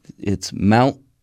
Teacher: There's kind of a catch in the throat there. · Term: glottal stop